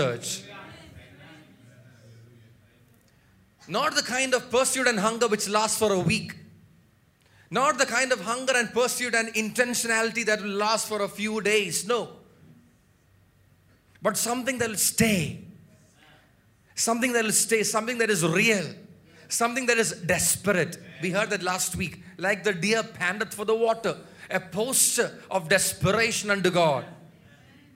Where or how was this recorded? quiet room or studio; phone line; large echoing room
large echoing room